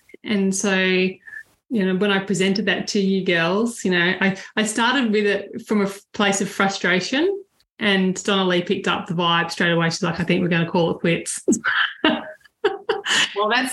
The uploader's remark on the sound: Un-cut, unedited audio from our LIVE stream will be available on all of the Podcasting Apps each Wednesday.